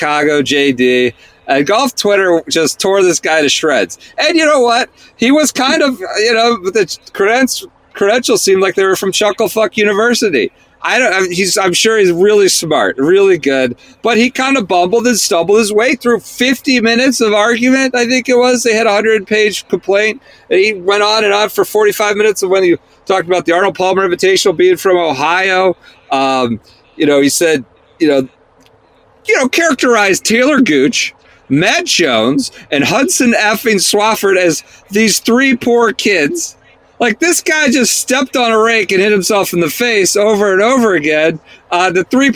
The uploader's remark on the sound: Sits in the car outside a beach house. Scoots through rural Nebraska in his own vehicle.